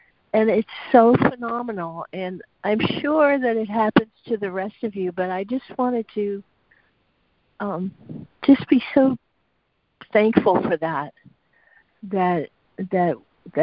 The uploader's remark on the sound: ACIM Daily Conference Call